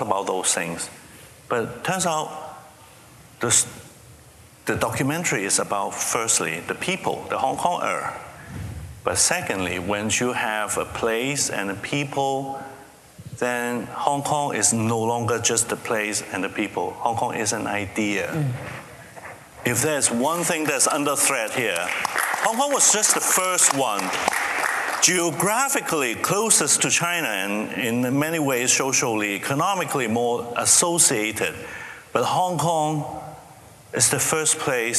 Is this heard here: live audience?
yes